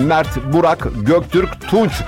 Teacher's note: Çıtır cips etkisine baktığımızda KTPC, patlamalı ve sert sesler barındıran isimler işte Mert, Burak, Göktürk, Tunç gibi isimlerse ağız içinde keskin ve ani bir hava akımı yaratır